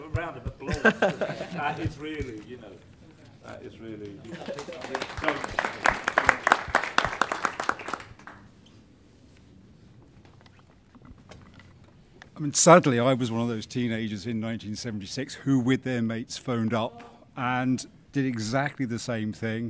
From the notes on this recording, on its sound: We recorded this special episode in front of an audience at an event. In London. And members of our live audience.